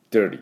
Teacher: アメリカ英語だと Dirty ほとんど L みたいな音になります。Dirty, Dirty,Dirty。この音です。Dirty